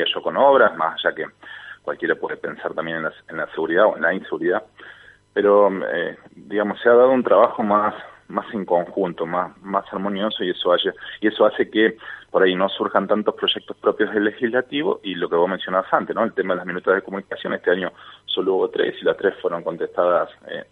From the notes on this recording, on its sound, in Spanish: Entrevista telefónica